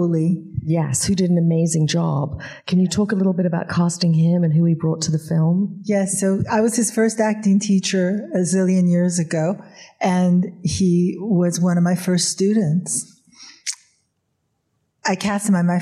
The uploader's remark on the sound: in a Q&A at the DGA theater in New York